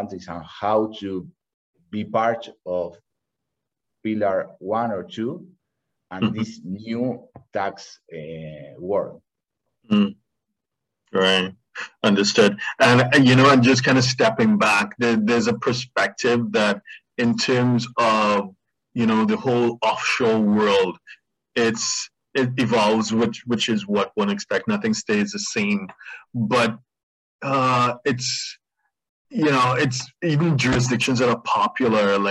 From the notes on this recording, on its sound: Livestream. For those joining us on Zoom.